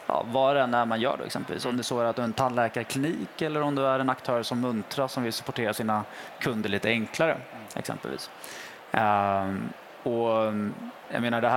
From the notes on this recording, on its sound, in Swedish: Live från Tandläkarmässan i Stockholm.